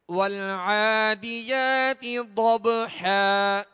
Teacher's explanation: وال لام کا جو سکون ہے یہ کامل پڑھیں گے اور اس میں آواز ہلے گی نہیں، جنبش نہیں ہوگی، قلقلہ نہیں ہوگا، بلکہ سکون کو کامل ادا کرنا ہے، وال عین پر